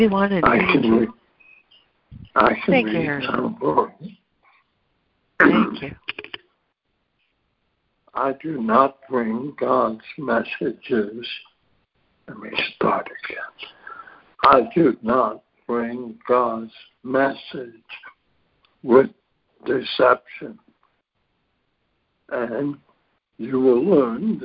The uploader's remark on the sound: ACIM Daily Conference Call